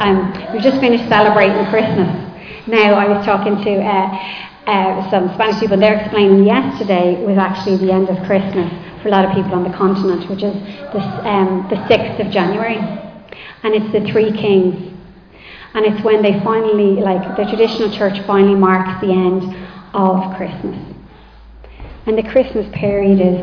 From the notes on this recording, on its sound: Recorded live in Liberty Church on 7 January 2024